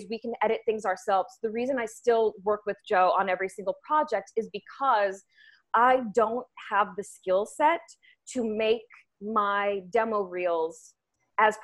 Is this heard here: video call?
yes